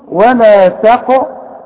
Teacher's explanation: ولا تقربا، هتفخم الراء، الب هرققها